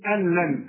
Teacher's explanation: يعني بدخل النون في اللام عند الوصف · Term: ادغام كامل بدون غنة